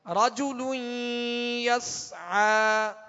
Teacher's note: عین کو وسط حلق سے ادا کریں گے